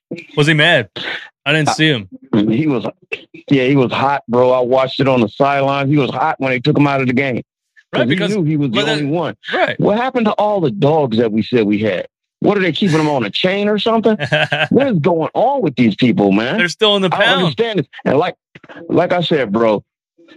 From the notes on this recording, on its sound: Here’s 15 minutes of live callers keeping it 100 percent.